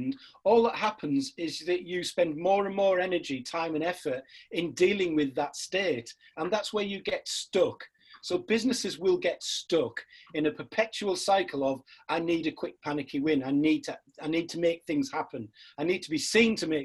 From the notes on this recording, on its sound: This podcast was recorded via Zoom.